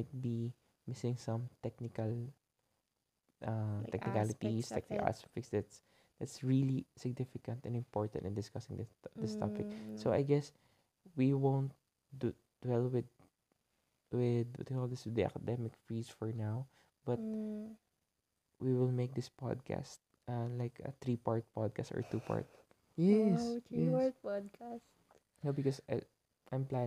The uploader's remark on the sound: Late-night convo (thus, explains the lazy & quiet sound of this convo).